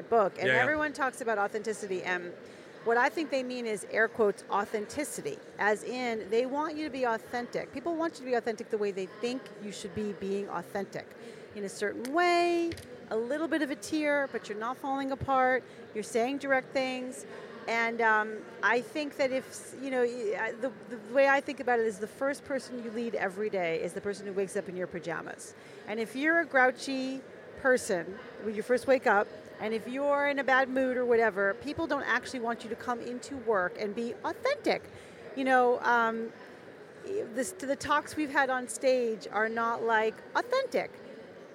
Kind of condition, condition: setting, busy venue